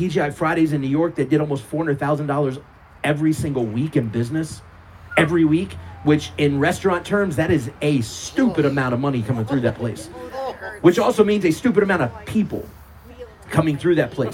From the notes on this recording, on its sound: Our service under our giant Sukkah on the CMC property. This was an outdoor service, so please forgive any random noises such as traffic going by.